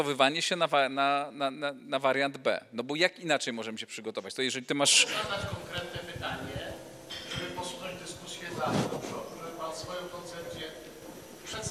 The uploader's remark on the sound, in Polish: Nagrana podczas Europejskiego Kongresu Samorządowego w Mikołajkach.